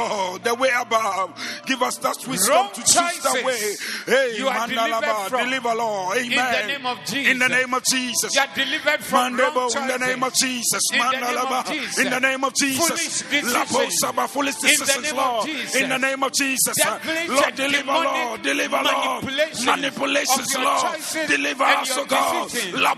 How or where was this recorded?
large echoing room